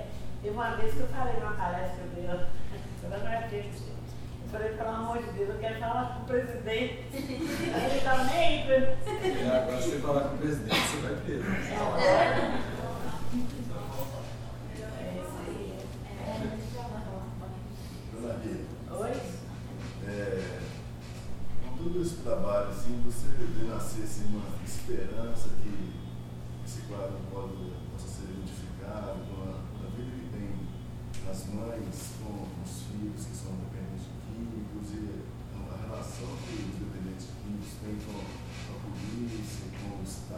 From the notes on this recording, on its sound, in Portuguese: Tivemos problemas com a captura desse áudio.